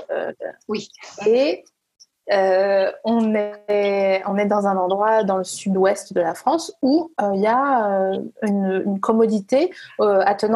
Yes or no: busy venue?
no